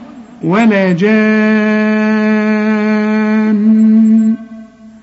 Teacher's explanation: ولا جان ده اسمه مد لازم، يعني تمده ست حركات